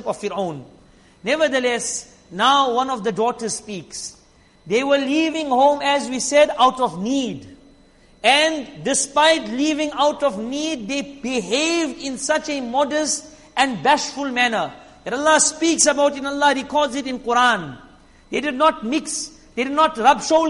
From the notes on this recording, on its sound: Jumuah lecture